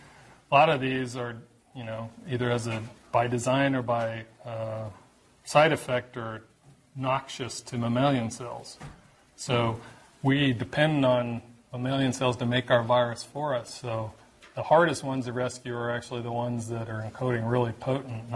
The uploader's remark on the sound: Norris Cotton Cancer Center Grand Rounds presented on June 19, 2018